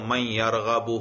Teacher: دیکھو یرملونا میں شروع میں یا بھی ہے، تو یا سے پہلے نون ساکن آ گیا، تو اس نون کو بھی یا کر کے یا میں ادغام کیا تو من یرغب ہوا.